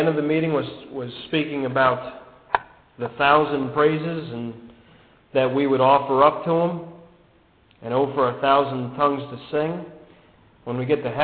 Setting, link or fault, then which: setting, large echoing room